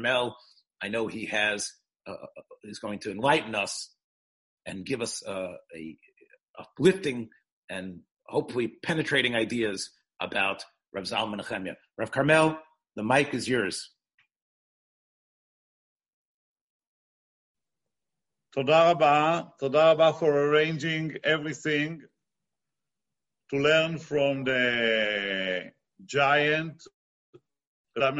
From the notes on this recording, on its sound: This ZOOM presentation.